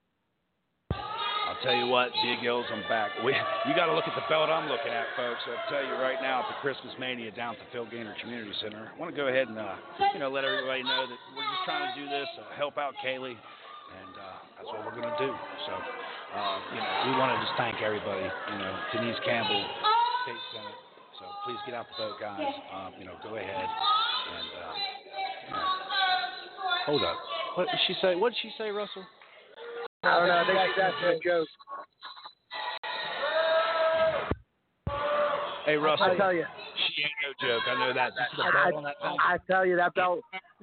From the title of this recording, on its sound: LIVE EVENT SPECIAL PART I : PHIL GAINER COMMUNTIY CENTER ELKINS WEST VIRGINIA